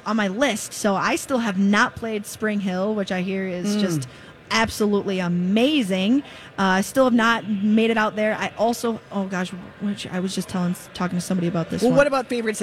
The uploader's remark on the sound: broadcast live from the Minnesota Golf Show in the 2nd hour